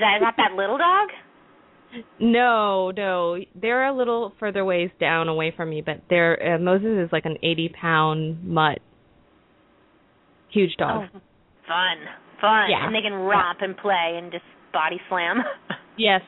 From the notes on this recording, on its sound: open up the lines for listeners to call